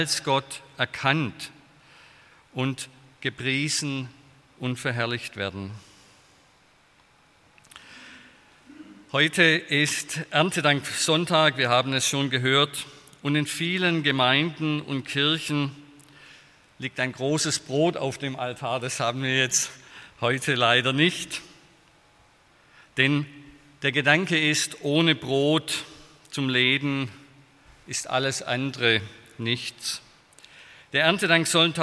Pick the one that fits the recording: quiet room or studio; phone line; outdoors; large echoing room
large echoing room